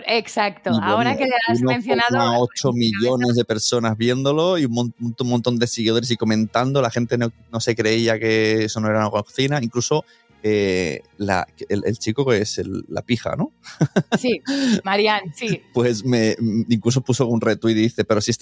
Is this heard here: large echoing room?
no